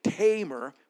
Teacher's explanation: putting the emphasis on the first syllable